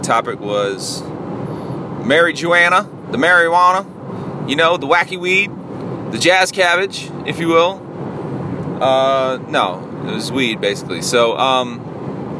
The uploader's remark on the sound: a solo dolo podcast while i was driving